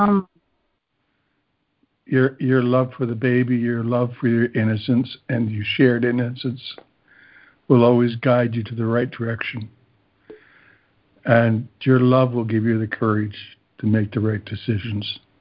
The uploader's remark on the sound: ACIM Daily Conference Call